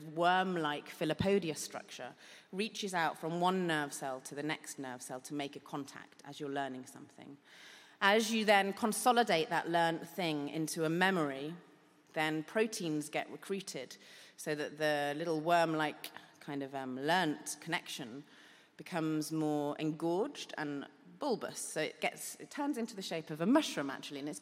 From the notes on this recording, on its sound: The 5x15 audience. Recorded at EartH (Evolutionary Arts Hackney) in London in September 2018.